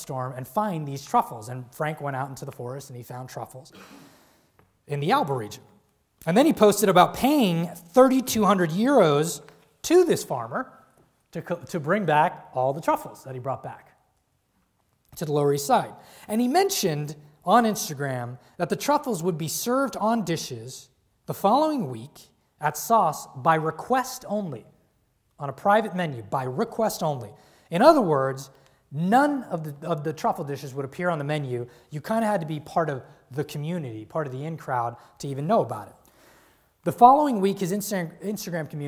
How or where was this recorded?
large echoing room